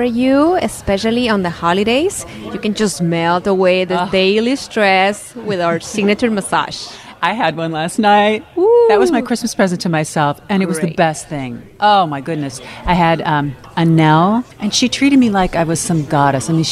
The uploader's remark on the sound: Live from the Hyatt Ziva Los Cabos